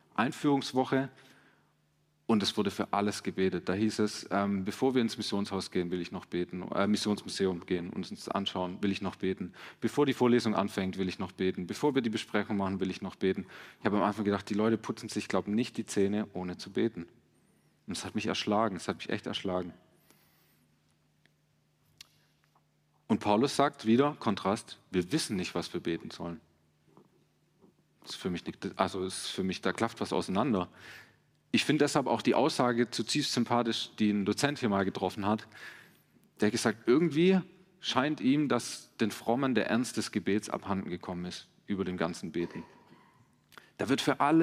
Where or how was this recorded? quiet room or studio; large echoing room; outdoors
large echoing room